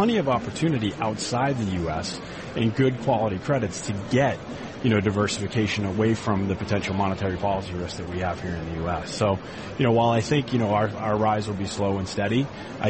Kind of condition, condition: setting, busy venue